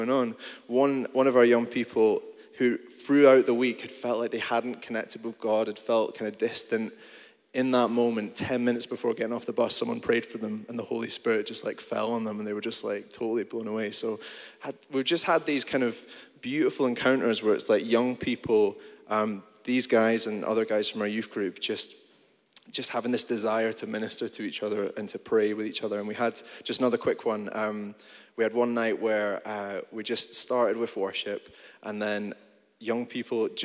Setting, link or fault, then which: setting, live audience